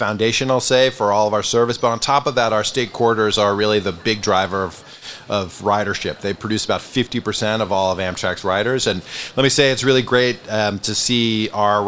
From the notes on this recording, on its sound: Recorded live at APTA EXPO 2023 in Orlando, Florida. Recorded on the trade show floor at APTA’s EXPO 2023 in Orlando, Florida.